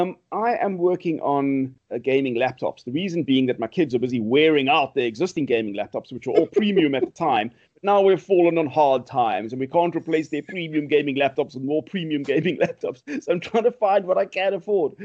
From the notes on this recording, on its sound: Recorded via Skype